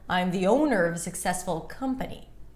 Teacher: I'm the owner, a little higher in pitch for owner.